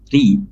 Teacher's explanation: Ini hukum bacanya yaitu madlin, kemudian toyri, ri, ro di sini karena berharokat kasroh, ya, ri ini dibaca tarkik tipis karena ia berharokat kasroh